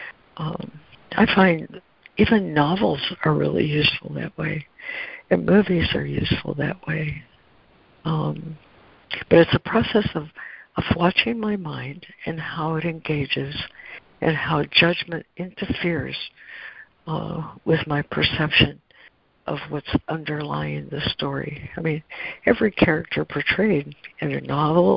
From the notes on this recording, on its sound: ACIM Daily Conference Call.